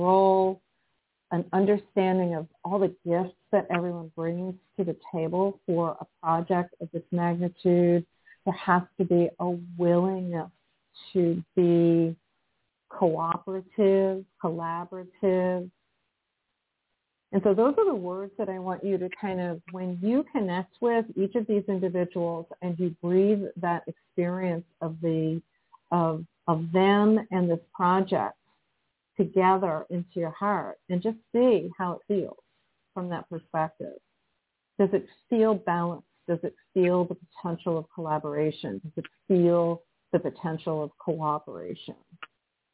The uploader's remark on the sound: in response to callers' questions